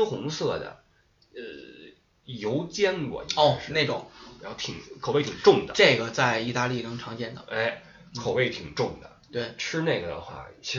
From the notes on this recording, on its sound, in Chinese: 本期备用话筒录音，音质多担待。